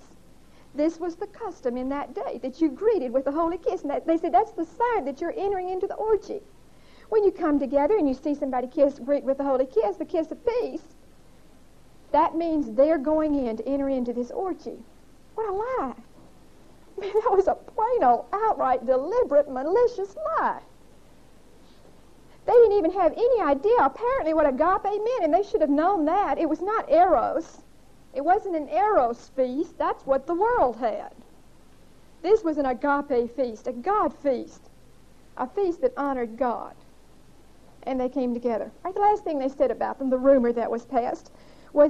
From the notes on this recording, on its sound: Recorded on 11/18/1975 at Whitesburg Baptist Church.